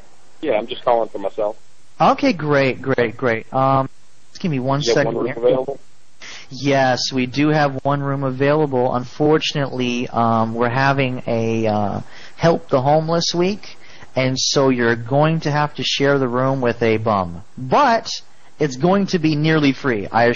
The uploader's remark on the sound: Prank Phone Calls. Help the Homeless Week at Hilton Garden Inn.